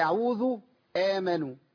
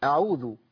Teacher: ما عنديش ألف بعد الهمزة، أنا عندي همزة عين على طول · Shown in: second take · فلما أمط حركة الهمزة تولد من عندي حرف مادة على طول، فأبقى أخليها زي البدل شبيهة بالبدل بالضبط. · Term: ما تمطيش حركة الهمزة